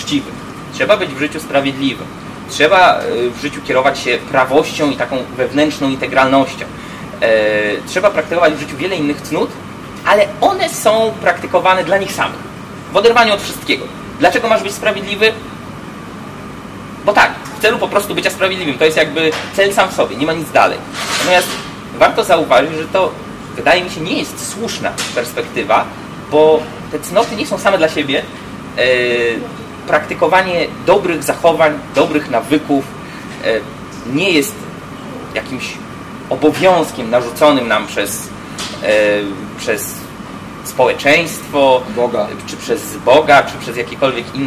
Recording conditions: sounds in the background